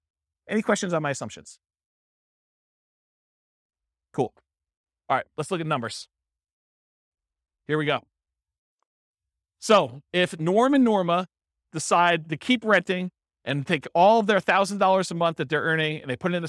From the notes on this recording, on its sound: This was a live class recorded